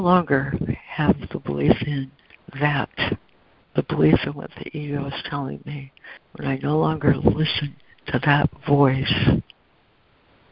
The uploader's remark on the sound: ACIM Daily Conference Call